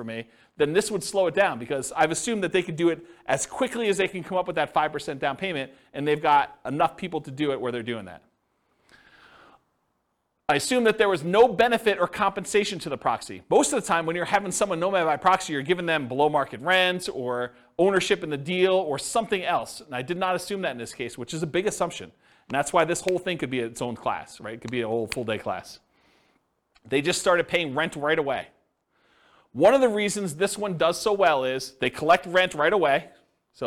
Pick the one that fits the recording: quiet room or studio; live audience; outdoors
live audience